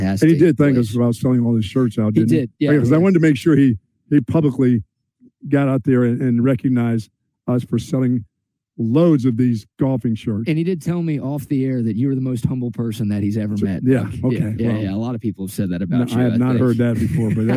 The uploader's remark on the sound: broadcast LIVE from Sue Patrick